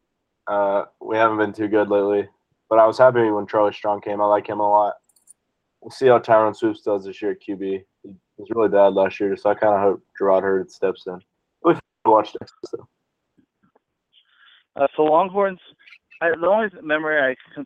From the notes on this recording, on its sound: We had some technical difficulties trying to record so we made the best of what we had.